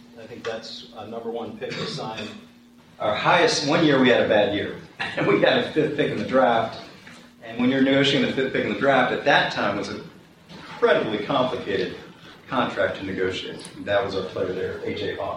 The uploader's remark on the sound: plays his speech from the recent Wharton Sports Business Summit